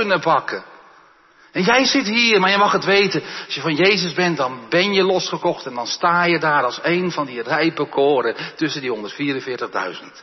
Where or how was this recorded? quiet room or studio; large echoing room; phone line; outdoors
large echoing room